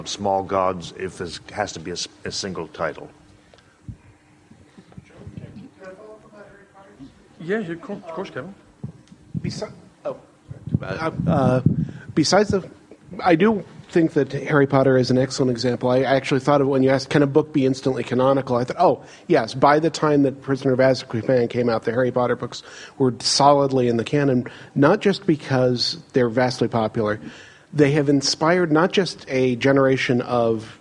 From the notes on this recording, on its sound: at the World Fantasy Convention held in Saratoga Springs, a panel was presented